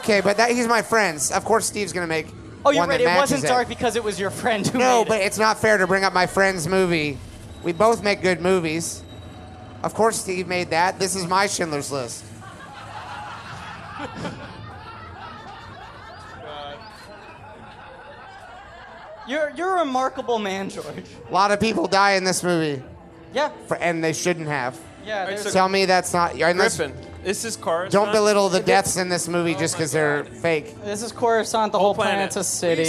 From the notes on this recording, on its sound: Watch With Us LIVE! Recorded at Union Hall in Brooklyn, NY.